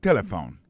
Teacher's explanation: Si nous avons besoin de dire bien, c'est téléphone. Alors, vous prononcez ou appuyez plus sous première syllabe là qui c'est T · Term: accent tonique